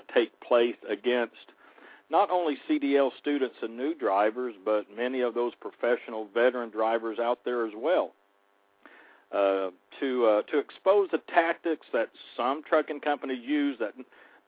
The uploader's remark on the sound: Truth About Trucking "LIVE" opens up the phone lines